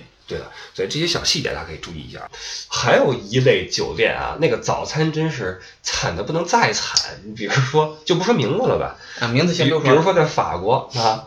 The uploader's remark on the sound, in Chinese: 本期备用话筒录音，音质多担待。